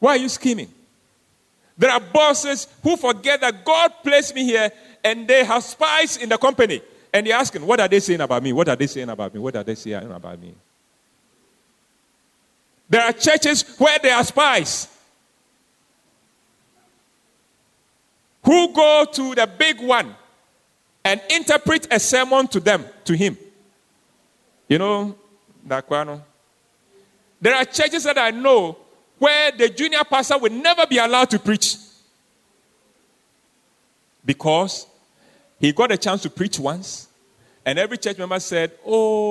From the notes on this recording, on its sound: Sermon preached at CBC Adabraka Campus.